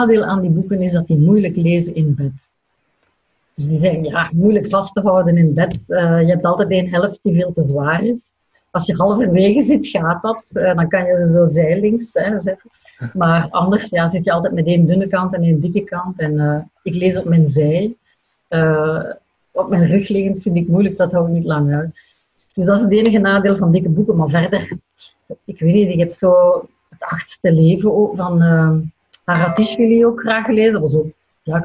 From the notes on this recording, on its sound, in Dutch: Via de webcam. Deze aflevering is opgenomen in volle coronacrisis, dus op afstand. Zat thuis in Leuven, ik in Gent.